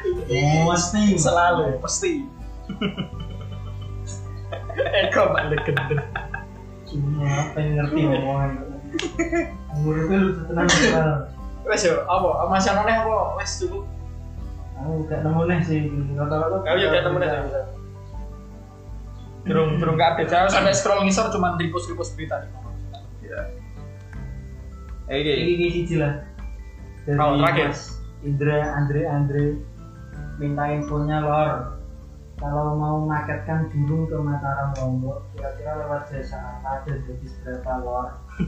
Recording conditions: poor sound quality